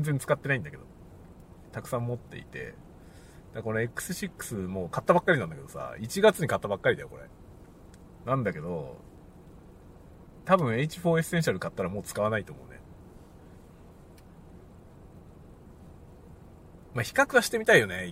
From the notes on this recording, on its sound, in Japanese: 仕事の移動でのドライブ中に収録したドライブ雑談です。使用マイク：TASCAM X6。